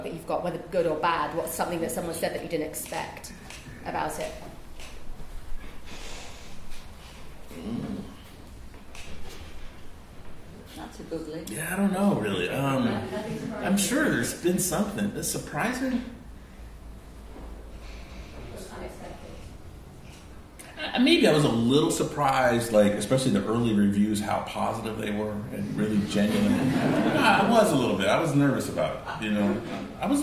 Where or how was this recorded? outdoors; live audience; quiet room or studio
live audience